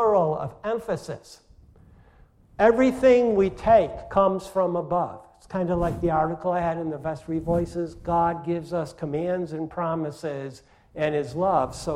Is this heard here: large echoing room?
yes